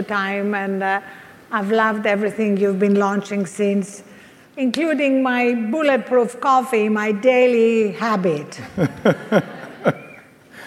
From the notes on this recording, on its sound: Fireside chat. At the Upgrade Labs 6th Annual Biohacking Conference.